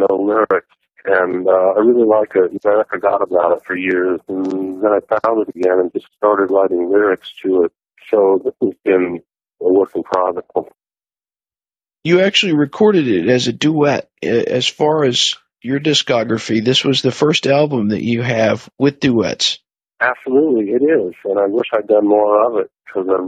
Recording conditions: phone line